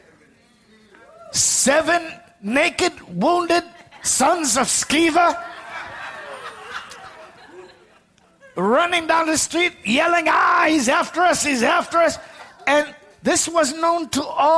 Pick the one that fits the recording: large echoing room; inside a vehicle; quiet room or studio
large echoing room